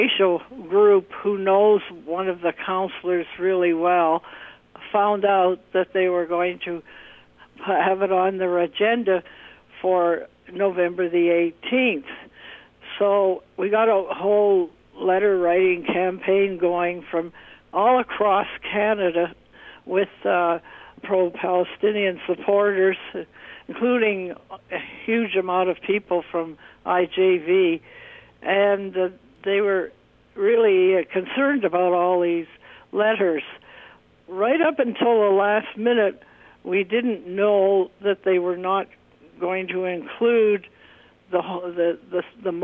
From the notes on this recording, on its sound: I had with me on the phone